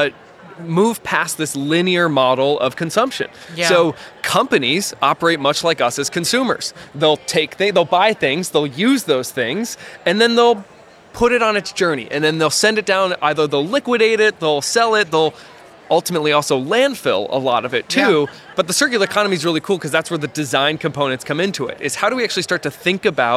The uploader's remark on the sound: LIVE from Greenbuild 2022